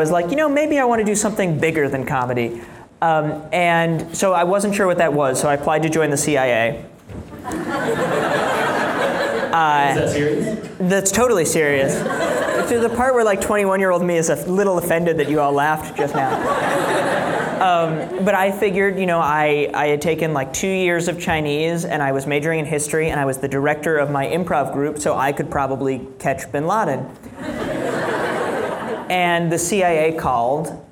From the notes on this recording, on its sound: In a live discussion in Chicago